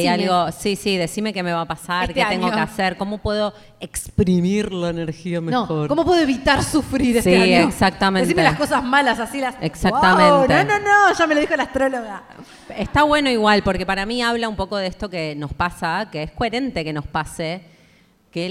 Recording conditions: live audience